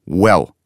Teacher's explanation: А английский звук «в» произносится одними губами, как будто лягушка квакает.